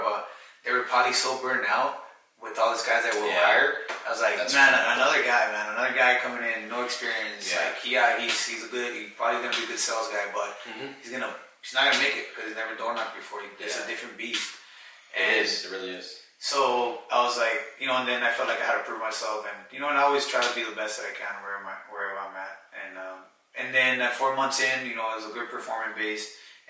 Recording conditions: poor sound quality